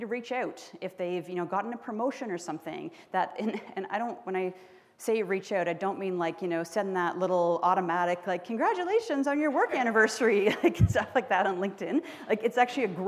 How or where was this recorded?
live audience